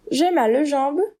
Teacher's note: Não, aqui a nossa preposição, na verdade, é o a mais o le do plural, que contraído fica o, a-u-x. O detalhe é que esse x é mudo, né? Então, de fato, você tem o mesmo som da preposição no masculino.